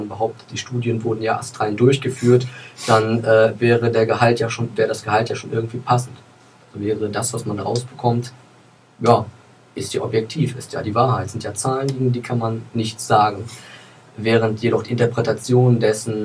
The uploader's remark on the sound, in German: Aufgrund einer sommerlichen Hitzwelle waren Studioaufnahmen nicht zumutbar, wir bitten die dadurch verminderte Aufnahmequalität zu entschuldigen.